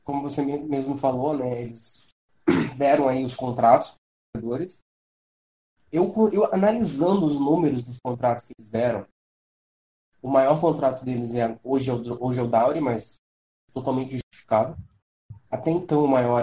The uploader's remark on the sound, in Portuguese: Pedimos desculpas pelas falhas no áudio, infelizmente não houve tempo hábil para regravar.